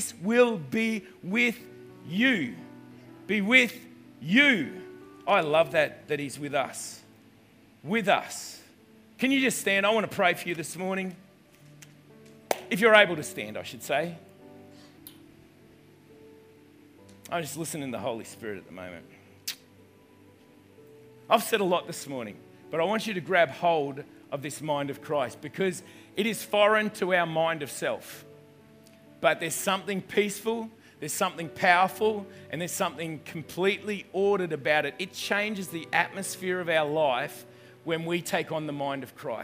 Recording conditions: large echoing room